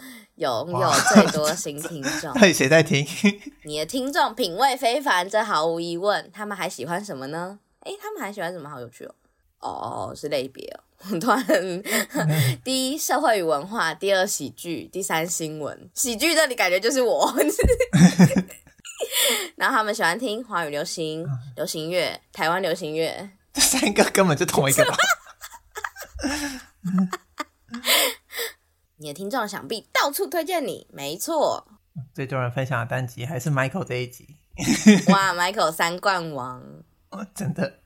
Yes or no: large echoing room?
no